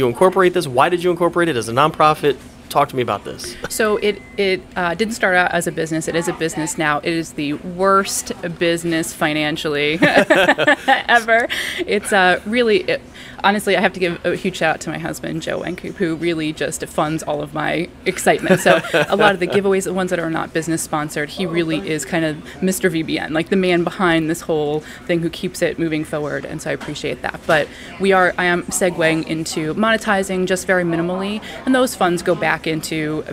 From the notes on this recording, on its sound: filmed on location at Beach Bum Bagels in Vero Beach, FL.